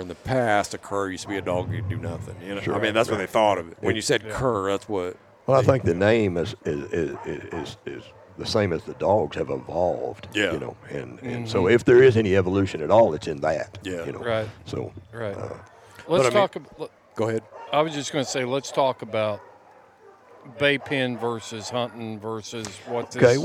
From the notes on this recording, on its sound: Recorded LIVE from Uncle Earl’s Hog Dog Trials. Travels to the Pelican State, The Bayou Country, The Creole State, Sportsman’s Paradise, the one and only State of Louisiana to record this episode with two bona fide dog men.